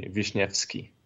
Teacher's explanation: in Polish, the W is said like in the English V, and the S has a little, like the real spelling, the S has a little accent mark. So that's like an SH sound in English.